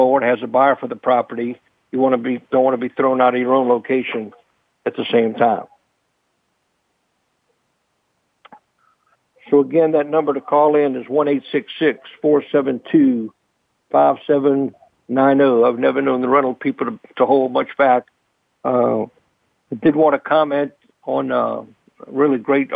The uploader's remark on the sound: I will be fielding call ins